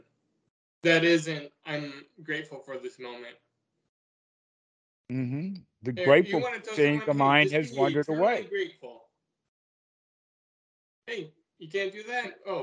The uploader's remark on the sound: skype calls